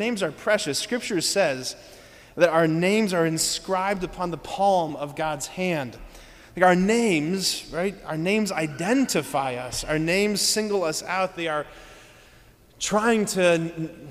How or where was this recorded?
large echoing room